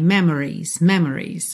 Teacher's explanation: Quase sempre a gente reduz tanto esse O que parece que do M vai pro R.